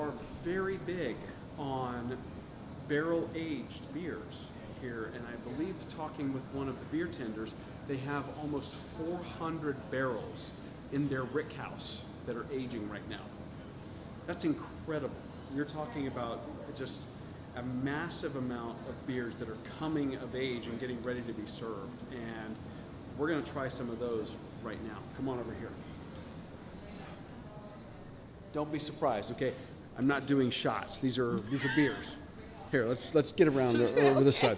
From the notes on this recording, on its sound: The post-race celebration at Orpheus Brewing is not to be missed.